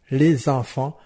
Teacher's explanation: le S va se lier avec E de enfant pour former ZAN, enfant. · Term: liaison